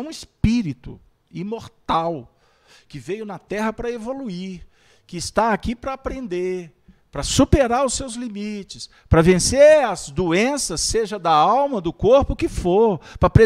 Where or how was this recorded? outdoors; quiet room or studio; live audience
live audience